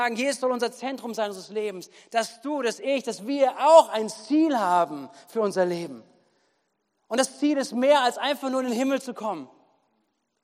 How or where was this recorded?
large echoing room